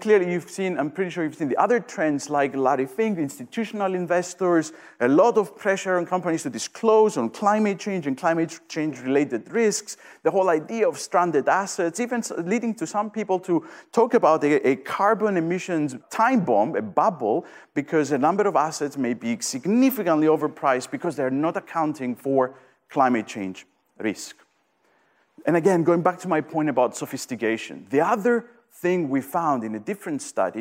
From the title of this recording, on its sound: Event audio